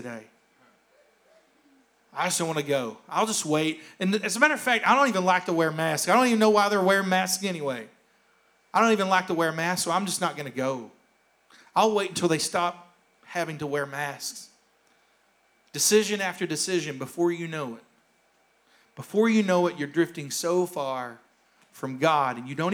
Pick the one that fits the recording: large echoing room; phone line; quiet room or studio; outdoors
large echoing room